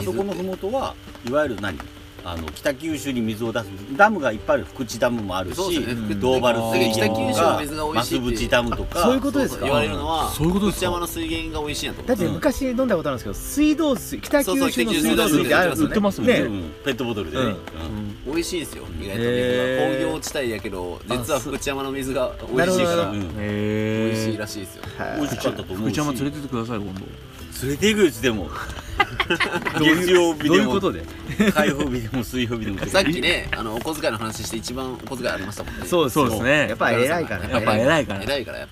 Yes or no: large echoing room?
no